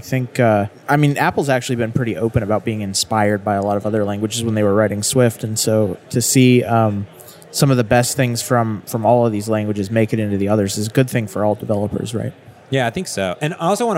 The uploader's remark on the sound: This episode is live at the Microsoft Build 2017 in Seattle